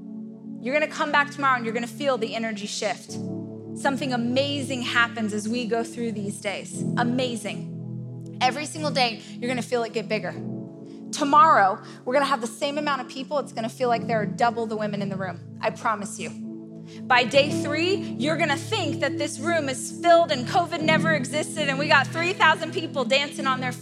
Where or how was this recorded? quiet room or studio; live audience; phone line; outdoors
live audience